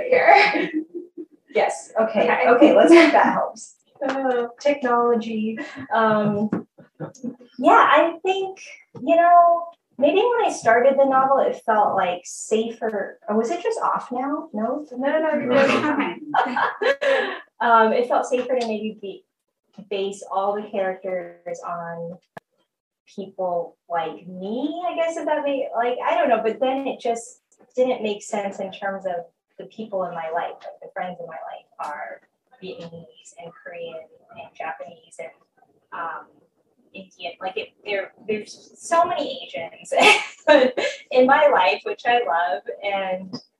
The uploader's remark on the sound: Despite some technical difficulties, this golden conversation was a triumphant return to our beloved and well-missed in-store events programming